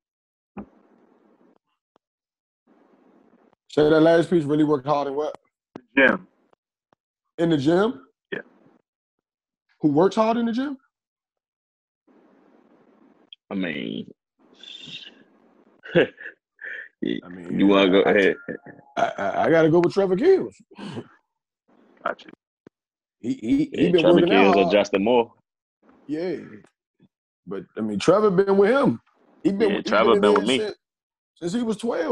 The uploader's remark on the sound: Technical difficulties towards the end